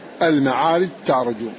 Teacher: وفي ذي المعارج تعرج الجيم مضغم، تضغم الجيم في التاء في هذا الموضع فقط